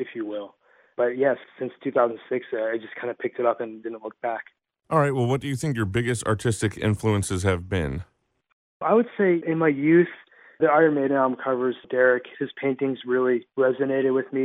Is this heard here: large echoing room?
no